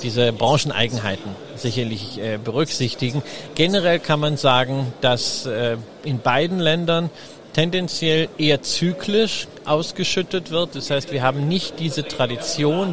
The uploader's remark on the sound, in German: Live auf der Gewinn-Messe auf unserem Börsenradio-Podcaststand aufgenommen